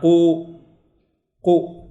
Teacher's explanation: هناك ضغط لهذا الصوت لا يخرج بحرية، هناك ضغط لهذا الصوت ليش؟ ضم الشفتين. أما الفتح لا، ق فاتح شفتين، ضم ضم، ها قو قو، القاف حالة الكسر مثلا قي قي.